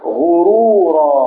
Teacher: الراء الأولى على ضمة والراء الثانية على فتحة، الراء الأولى إيه؟ مفخمة، والراء الثانية مفخمة